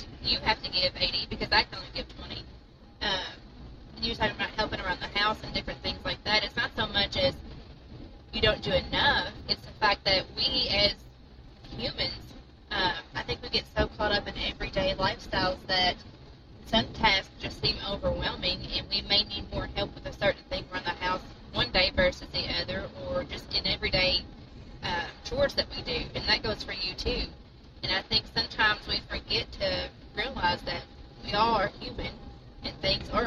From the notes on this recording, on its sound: Sorry for the road noise but GOD put it on us to start this. We went with it and followed no plan.